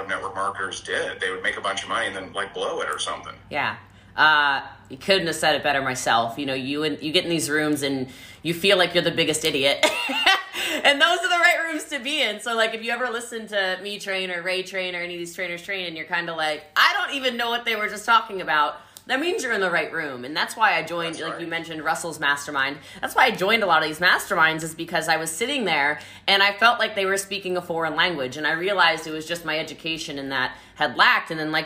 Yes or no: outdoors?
no